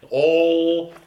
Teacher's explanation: it's about singing a vowel, not bringing the L in too early. You know, we spoke about it in German with that all. · Term: back L